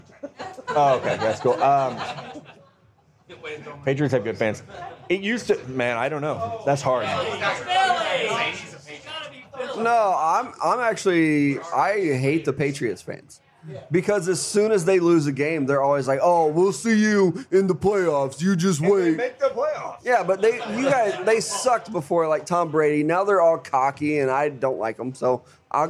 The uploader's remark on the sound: Live from Honeyfire BBQ in Nashville, TN. (plus the crowd).